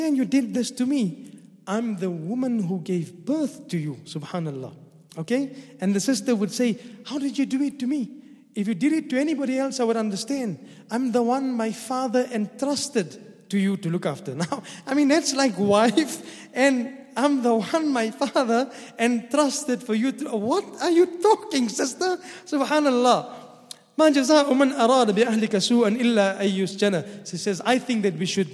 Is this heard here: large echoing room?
yes